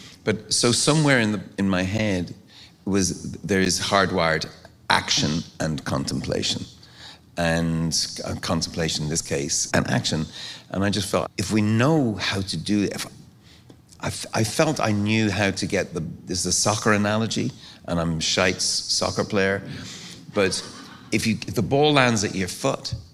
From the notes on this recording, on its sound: Recorded live at the historic Paramount Theatre and presented by Austin City Limits Festival’s Bonus Tracks.